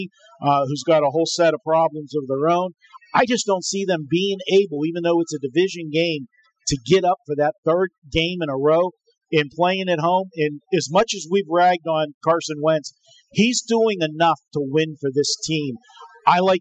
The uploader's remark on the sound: Live from The Cosmopolitan of Las Vegas